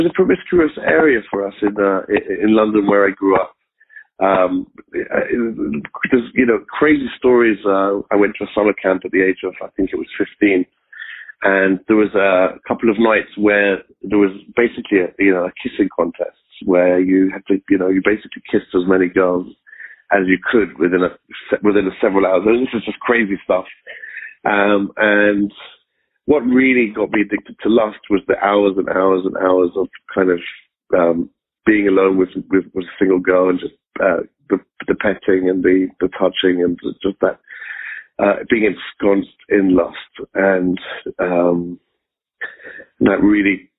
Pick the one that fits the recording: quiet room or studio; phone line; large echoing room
phone line